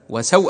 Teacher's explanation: تسكنت الواو بين فتح وهمزة، فلورش وجهان، طول ست حركات وقصر، أشار بالقصر هنا إلى التوسط. · Term: مد اللين